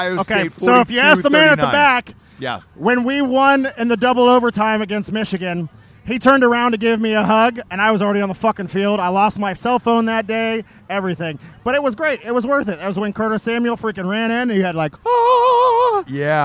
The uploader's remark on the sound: Live From The Ohio State University. We are live from the Ohio State/Penn State game getting trashed with the Drinkin' Bros Ohio group and one of the finest tailgates in the land.